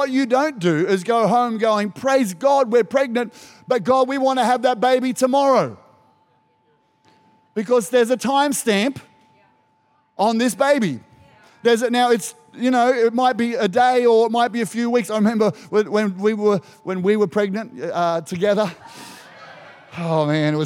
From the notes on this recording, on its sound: Recorded during our 9am service on Sunday, the 2nd of April 2023